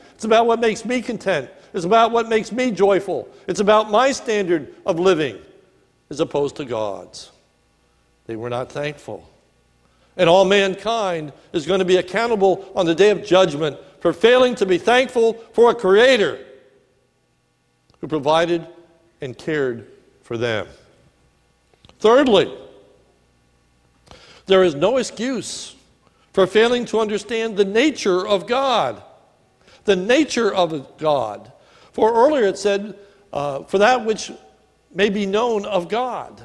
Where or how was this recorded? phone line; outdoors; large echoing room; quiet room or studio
large echoing room